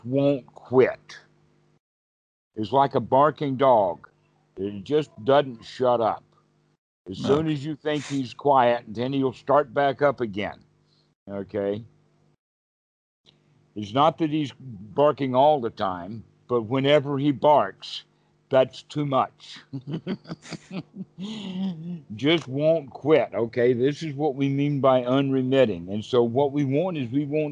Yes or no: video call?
yes